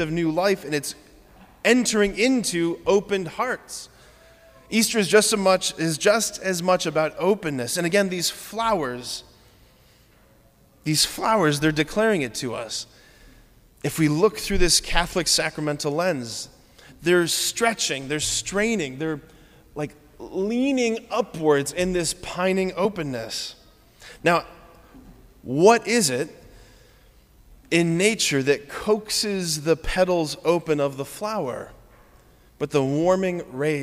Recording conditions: large echoing room